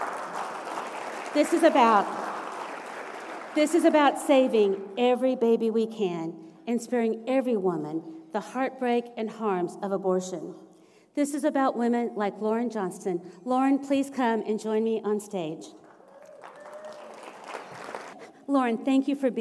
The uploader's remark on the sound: A special recording from our recent 2023 CAP Family Dinner. We present part one of a special recording from our recent 2023 CAP Family Dinner.